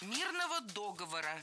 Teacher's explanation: существительное с неподвижным ударением на основе, на третьем слоге. Это ударение сохраняется и в родительном падеже мирного договора.